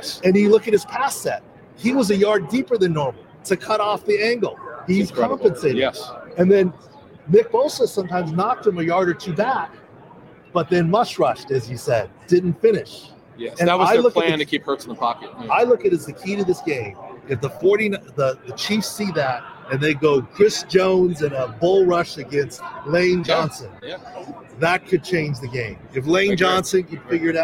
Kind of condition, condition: setting, busy venue